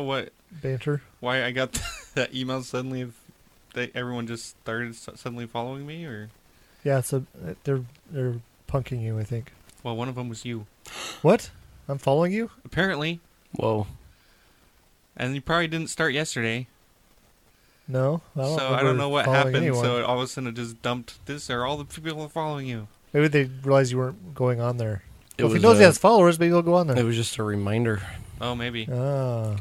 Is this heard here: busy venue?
no